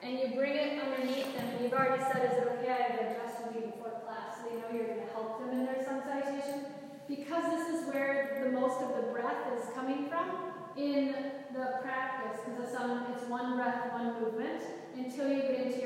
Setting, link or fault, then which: setting, live audience